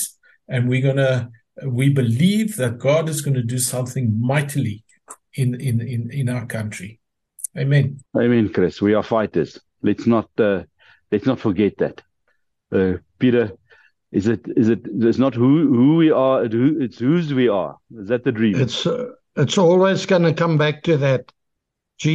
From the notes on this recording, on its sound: The Transformation Table Zoom Meeting 26 October 2023